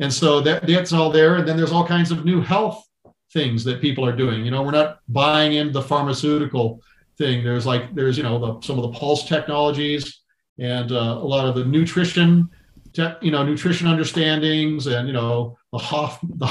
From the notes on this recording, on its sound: Food Forest Abundance Zoom Meeting